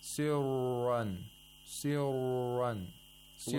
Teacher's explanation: Now, here, the ra was not pronounced completely correct because we didn't hear the tapping sound of the ra first. We only heard the dragging sound, which is the second stage of pronouncing ra.